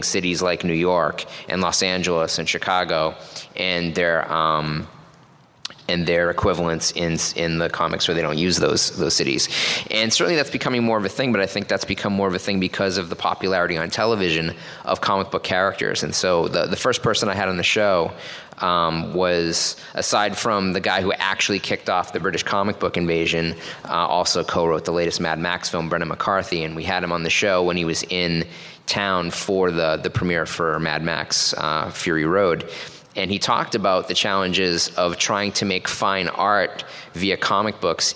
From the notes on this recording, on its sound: Recorded LIVE at Los Angeles Comic Con 2016!